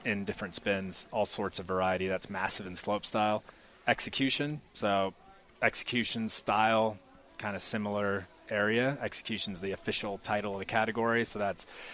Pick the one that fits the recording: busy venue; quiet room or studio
busy venue